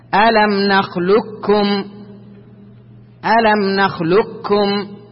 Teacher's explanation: فهنا كيف ننطق هذه الكلمة ألم نخلقكم كيف تنطق لها وجهان الأول الإدغام الكامل فتنطق كافا مشددة